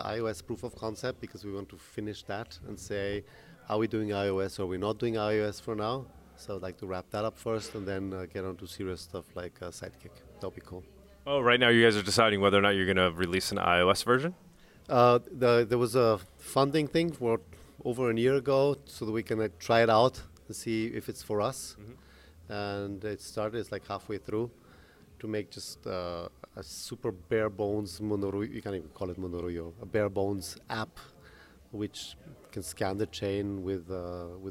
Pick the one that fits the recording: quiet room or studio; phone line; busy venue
busy venue